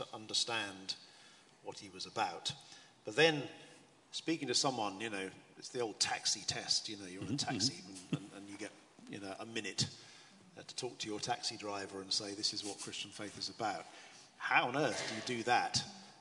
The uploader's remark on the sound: This GodPod was recorded as part of a lecture. This lecture was part of the McDonald Lecture Series – a collaboration between St Mellitus College and the McDonald Agape Foundation.